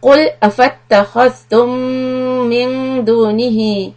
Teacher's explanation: So we hold the meem shadda and the noon is ighfa, and دُونِهِ stretch, four harakat, sila kubra.